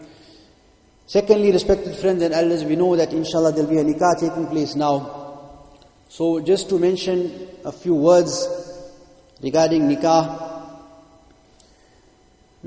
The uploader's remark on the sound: Jumuah lecture